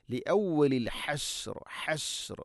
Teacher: തൊണ്ടയുടെ മധ്യഭാഗമാണ് ഹഇൻ്റെ ഉച്ചാരണം, മഖ്റജ്